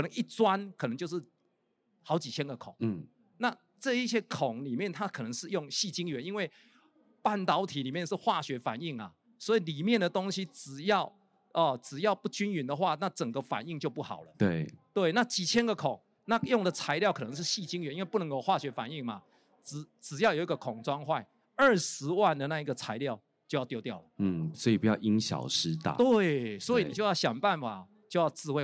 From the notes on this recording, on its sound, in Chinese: 本集節目於2022年「台灣國際智慧製造系統整合展（TIIM）」展期間錄製